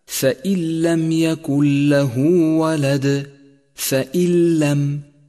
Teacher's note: تدغم النون في اللام ويذهب أثرها من اللفظ تماما، وتشدد اللام بعدها ولكن بدون غنة، فيصير لفظها هكذا: فإن لم يكن له ولد، فإن لم، · Term: إدغام بلا غنة